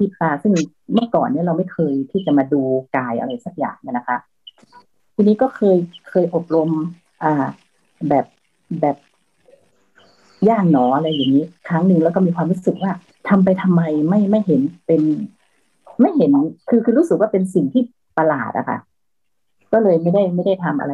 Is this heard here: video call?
yes